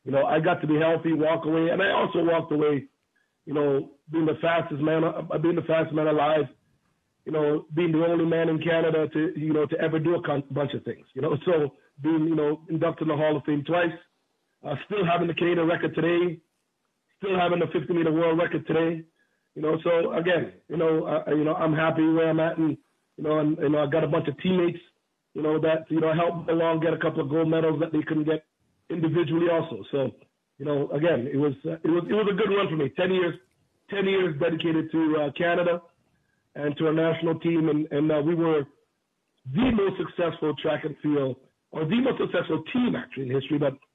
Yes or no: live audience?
no